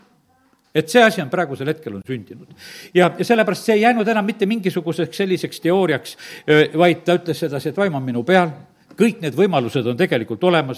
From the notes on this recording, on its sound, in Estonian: Audio salvestus koosolekult